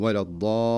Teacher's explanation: اقرأها بهدوء ولا الضالين، أعطي الألف مدها وهو 6 حركات، وحقق اللام المشددة من غير إطالة زائدة، ثم أتم المد العارض السكون في آخر الكلمة ولا الضالين على الوجه الصحيح، إما حركتين أو 4 أو 6